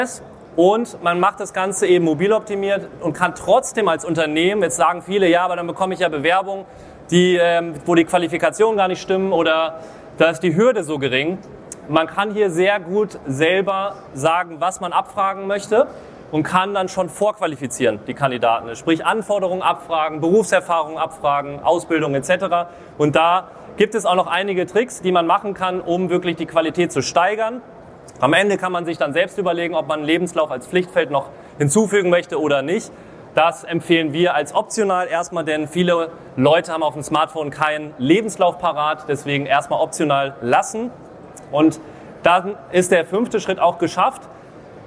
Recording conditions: busy venue